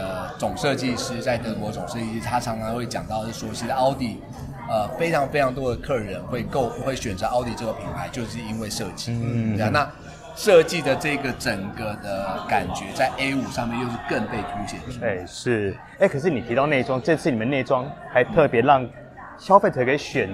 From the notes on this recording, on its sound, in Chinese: Audi A5 Sportback預拍會現場直擊。